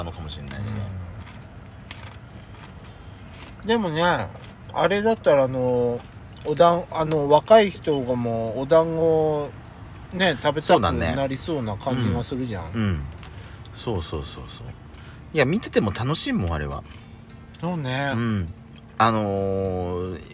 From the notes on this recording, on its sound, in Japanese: パーキング収録